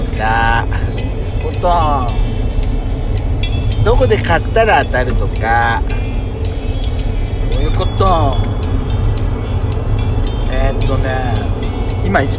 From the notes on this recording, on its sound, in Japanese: ドスドライブ収録。ロードノイズゴメンね。